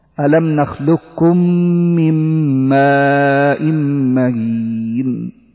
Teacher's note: فلذلك يعني ما نأخذه وما تلقيناه هو الإدغام المحض فقط، إدغام نخلقكم لحفص محضا، يعني بالإدغام المحض بدون إبقاء صفة استعلاء القاف